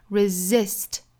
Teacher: Resist,第一个 s 读 z,后面的 s 读 s